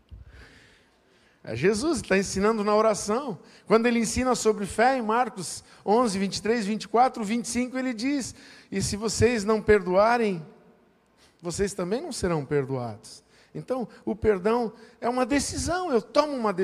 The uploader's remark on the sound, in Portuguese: Em nosso Culto da Generosidade. Na Igreja ABA Blumenau (Transmitido ao vivo).